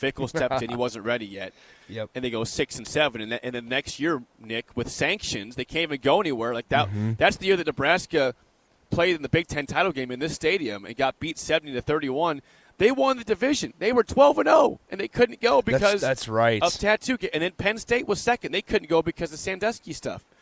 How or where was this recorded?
busy venue